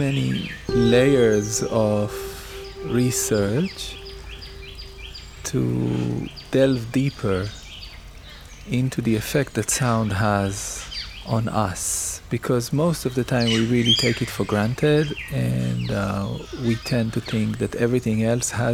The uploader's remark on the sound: To the background soundscapes of Coorg coffee plantation.